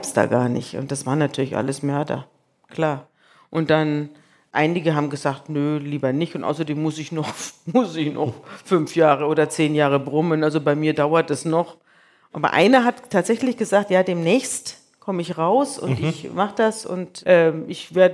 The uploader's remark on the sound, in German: In Leipzig vor Publikum.